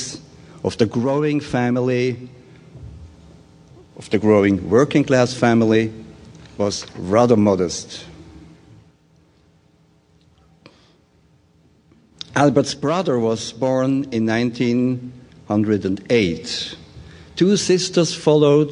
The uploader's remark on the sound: Taken from the 2013 Psychedelic Science conference